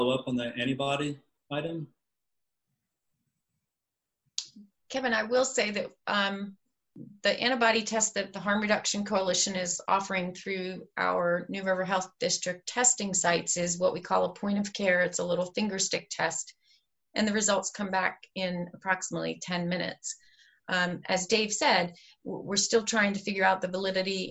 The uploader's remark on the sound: COVID-19 Virtual Town Hall meeting - Healthcare.